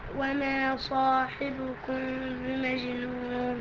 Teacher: اخفاء. ميم ساكنة، ميم ساكنة بعدها باء. اعمل بقى الاخفاء، اخفاء بغنة طبعا.